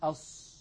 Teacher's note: فنجد الواحد يقول أص، اهدنا الصراط المستقيم، صراط، عند الصاد تجده يضم ويزم شفتيه إلى الأمام